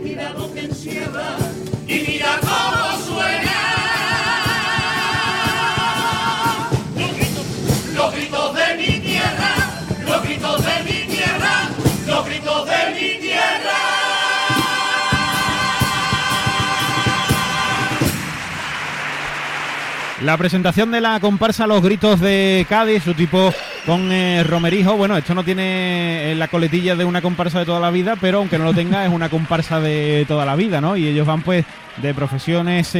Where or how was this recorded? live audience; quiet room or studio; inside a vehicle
live audience